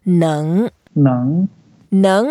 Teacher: And then a nasal sound. And it's a second tone. So we go up.